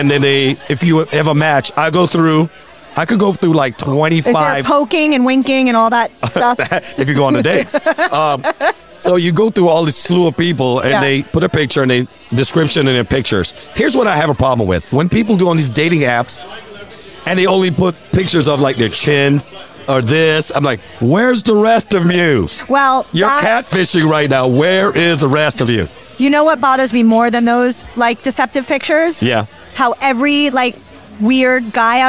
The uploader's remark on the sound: Recorded at American Social Las Olas